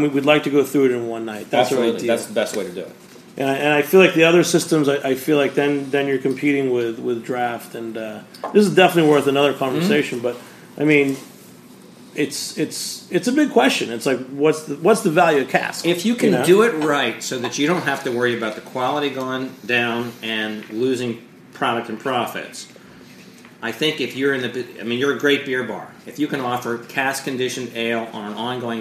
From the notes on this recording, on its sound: live at Jimmy’s No.